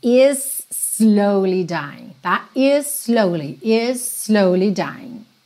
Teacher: Percebe que is termina em S, slowly começa em S, você não precisa marcar o S duas vezes